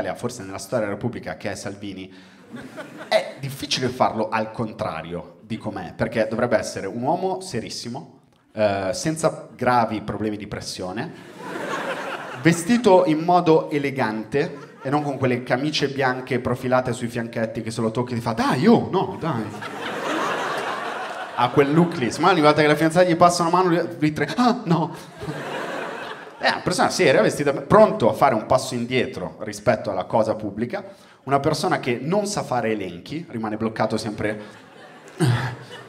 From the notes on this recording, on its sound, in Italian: Registrato a Firenze al Teatro Puccini.